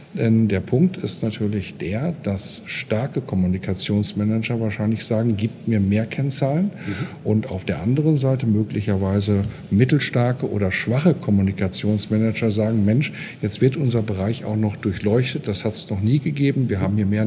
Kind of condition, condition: setting, busy venue